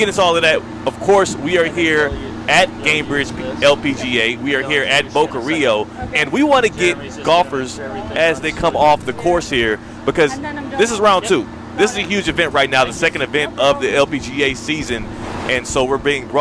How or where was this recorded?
busy venue